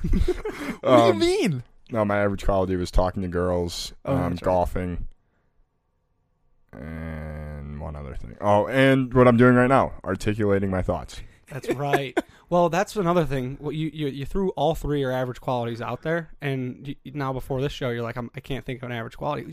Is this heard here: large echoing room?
no